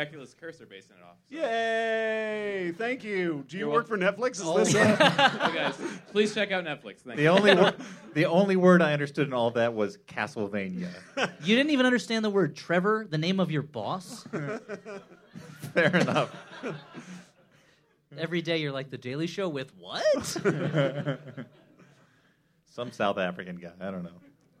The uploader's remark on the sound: The Flop House Q&A at VVFD 2017 (MaxFunDrive 2017). Recorded live from Very Very Fun Day in Chicago at Thalia Hall.